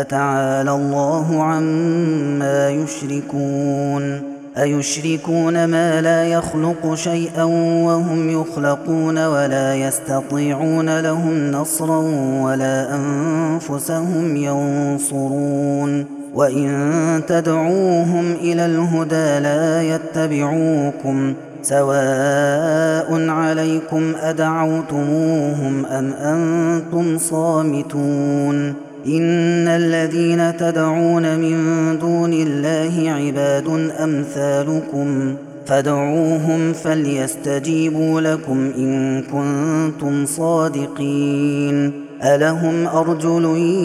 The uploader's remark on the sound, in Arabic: هذا التسجيل من صلاة التراويح